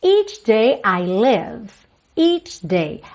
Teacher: Atenção a essa pronúncia do CH, porque a gente tem esse som tch, tch, só que ele é bem curtinho